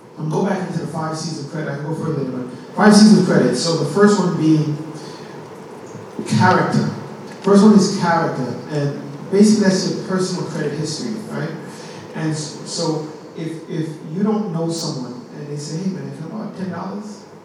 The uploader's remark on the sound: A live financial seminar hosted by Truth Center Ministries. This recording also includes the live question and answer session held at the end of the seminar.